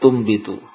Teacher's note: mengganti nun menjadi mim. Bila setelahnya ba · Term: Iqlab